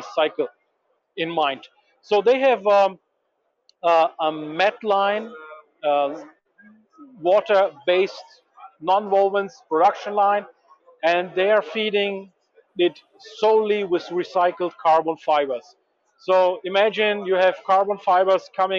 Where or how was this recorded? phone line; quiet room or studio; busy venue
busy venue